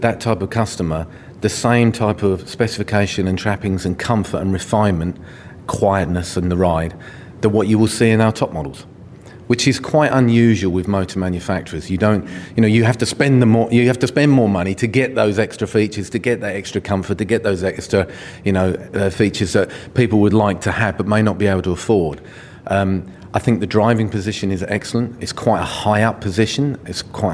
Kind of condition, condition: setting, busy venue